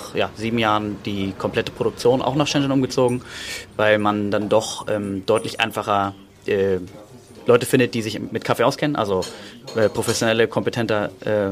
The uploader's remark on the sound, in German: Live Interview im Laden der der Hannoverschen Kaffeemanufaktur